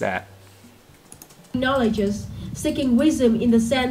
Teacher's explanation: Wisdom bạn ấy vẫn thiếu âm d ở giữa.